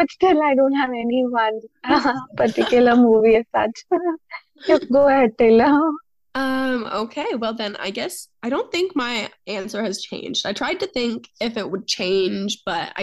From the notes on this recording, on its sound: got together virtually to re-record the podcast